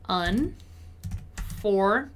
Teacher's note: we don't really pronounce the E. So it's basically something like unfortunately.